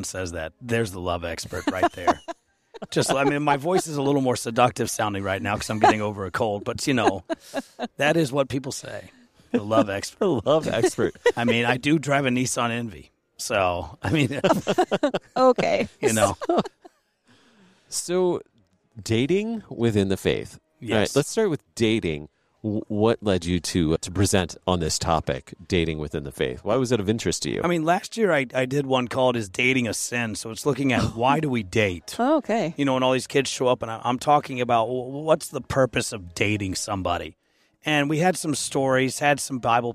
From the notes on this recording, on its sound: at the Higher Things conference in Carbondale, IL